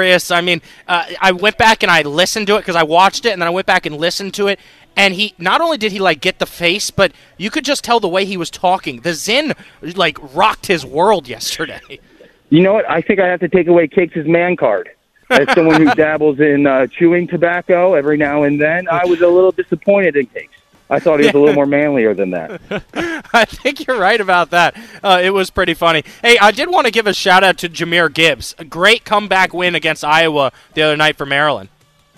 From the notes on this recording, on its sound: live from River City Roll as they compete in the River City Roll Bowling Bowl.